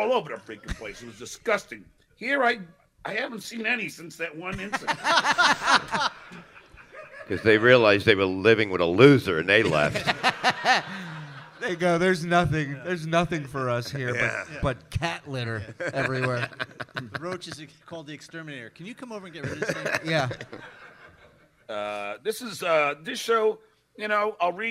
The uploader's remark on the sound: The Uncle Rico Show LIVE from DabbleCon!